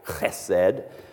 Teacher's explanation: He calls it the most sacramental word in the Hebrew Bible, composed of three consonants. The first one is sort of a guttural. You heard me kind of cough it out there